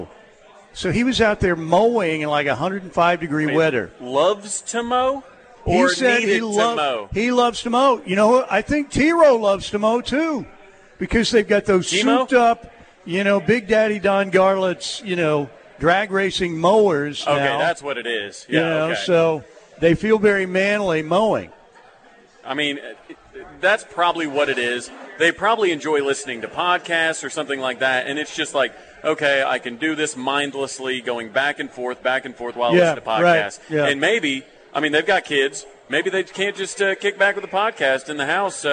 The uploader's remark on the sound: LIVE FROM BWW IN EDMOND FOR GRIDIRON GIVEAWAY